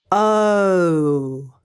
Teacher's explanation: The O sound is a combination of two sounds, a and o. Because you need to say both sounds, your tongue will lay flat and your mouth will start in an open and relaxed position and end in a rounded position.